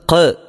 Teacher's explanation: ഖാഫ് പാരായണം ചെയ്യുമ്പോൾ സുക്കൂനുള്ള ഖാഫുകൾ, ഖാഫ് പുള്ളിയുള്ള ഖാഫ്, അത് ഖ എന്ന് കുറച്ച് കനപ്പിച്ചു തന്നെ ഉച്ചരിക്കണം · Term: ഹുറൂഫുൽ ഖൽഖല